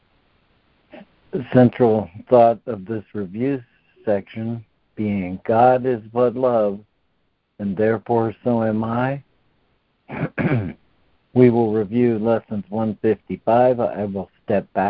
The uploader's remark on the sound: ACIM Daily Conference Call